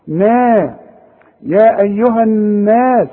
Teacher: النون المشددة عبارة عن اتنين نون، فلازم تغن عند الوصل وعند الوقف